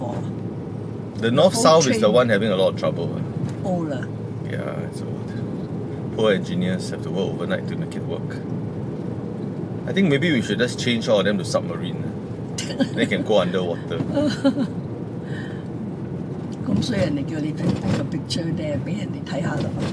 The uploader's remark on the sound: Conversations in the Car. Chats in the car, on a Sunday morning, with mom, my wife, and my son.